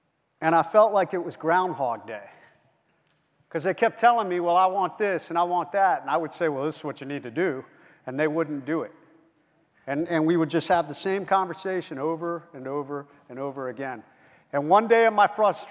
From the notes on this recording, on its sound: Key note speech from our 2023 Street Cop Conference in Nashville, Tennessee. Speak to over 1700 cops.